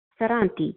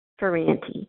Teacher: Some people might pronounce it with an Italian accent, Ferranti, but my family prefers to say it without a rolled R · Shown in: second take